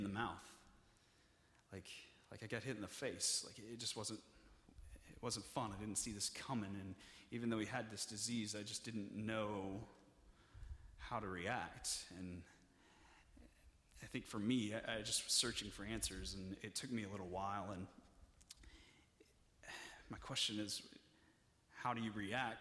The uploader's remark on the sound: (Message Audio Only) During our Nexus service